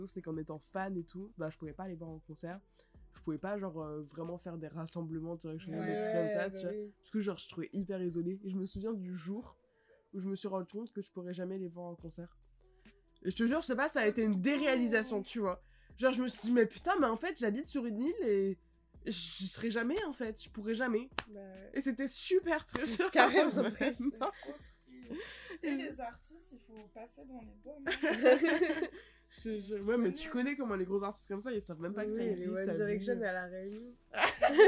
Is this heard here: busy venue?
no